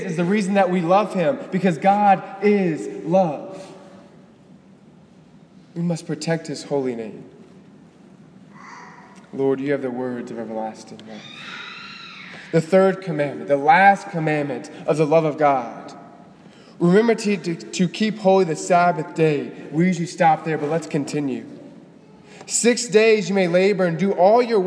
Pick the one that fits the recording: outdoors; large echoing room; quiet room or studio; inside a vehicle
large echoing room